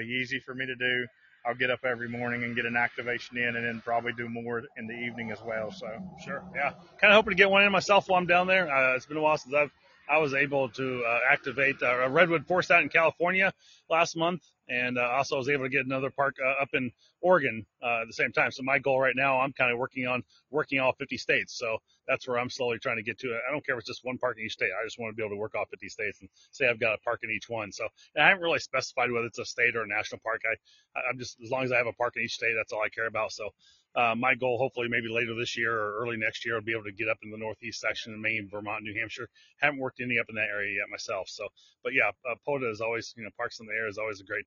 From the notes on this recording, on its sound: In this episode I come to you live from the Stones River National Battlefield national Park.